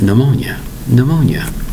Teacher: The P is totally silent.